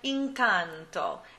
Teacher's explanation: normally an N is spoken like an N, but an N before a K or a G, a G or a K, can be turned into almost ng, what we would think of as ng, an ng mm-hmm.